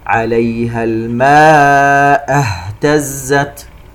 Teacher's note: الماء اهتزت، الماء مد متصل يمد بمقدار 4 حركات. ننتبه إلى الهاء لأن الهاء من أحرف الخفاء فلا بد من توضيحها